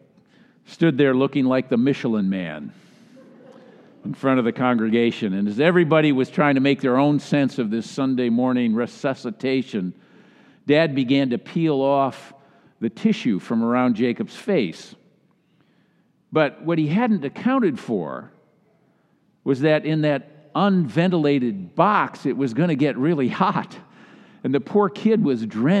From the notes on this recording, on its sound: delivered during the Traditional Worship service.